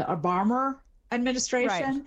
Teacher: Obama and administration, you have an O and then an ah. And so it's kind of inserted there as if there were an R because it's sort of misanalyzed as having one. · Term: linking R